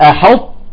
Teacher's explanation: لاحظت شلون طلعت على الطاء لفوق، أعطيتها قوة، وبعدين نزلت على التاء ما تطلع طاء تاني، يقول أحط، لا، أحط، تعطيها هيك همسة بسيطة مشان تبين إنه تاء، تمام؟